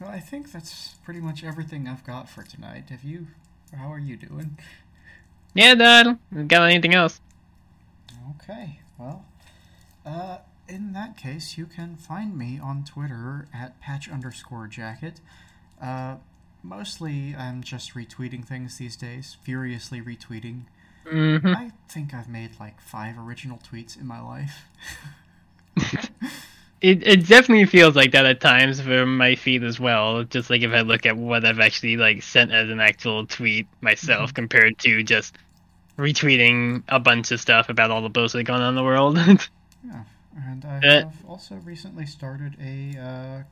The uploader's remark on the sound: Also, it's the beach episode! There were significant audio problems with the recording of this episode, resulting in a tinny sound, as if we were being projected from an old speaker.